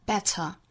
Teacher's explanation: better 这个词在英音之中，t 的发音哈是爆破感十足的，better，尾部是以一个刷 sound 结尾，better。Better.好，这句话我们来用非常慢的速度用英音来读一下。Regret doesn't remind us that we did badly. It reminds